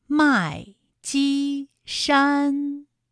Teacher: 麦积山也是先四声，后面两个音都是一声 · Term: 一声和四声